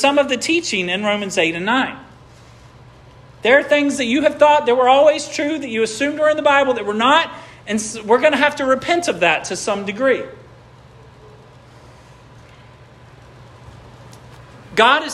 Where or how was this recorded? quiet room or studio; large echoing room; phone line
large echoing room